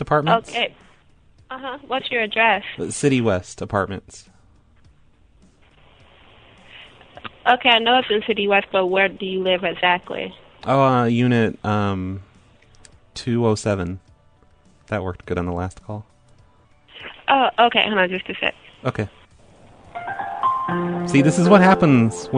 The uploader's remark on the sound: Prank Phone Calls